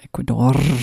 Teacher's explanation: the way that they said Ecuador, with a very rolled R at the end